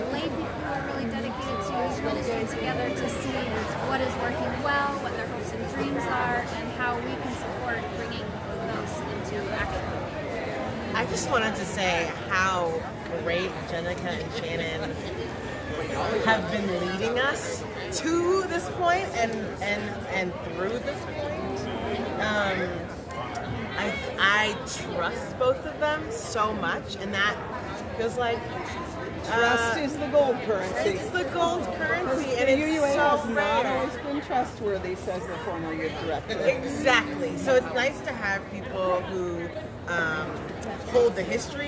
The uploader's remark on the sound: Chat with other attendees about this year&#8217;s General Assembly of Unitarian Universalists. Live from Spokane. Chat with other attendees about this year’s General Assembly of Unitarian Universalists.